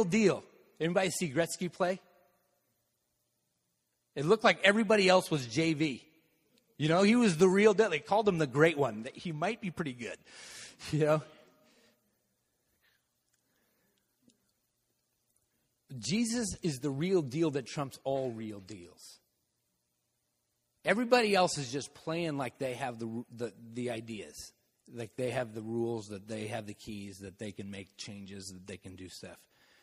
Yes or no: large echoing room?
yes